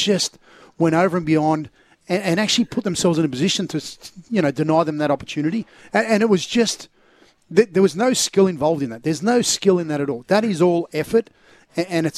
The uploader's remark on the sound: live from the Adelaide Street Oval home of the Killarney Vale Bombers